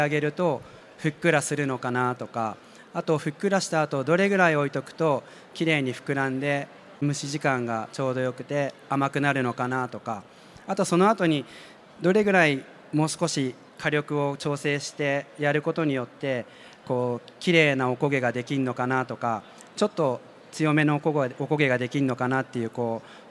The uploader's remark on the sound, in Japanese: CRAFT SAKE WEEK 2023 at ROPPONGI HILLSにて公開収録。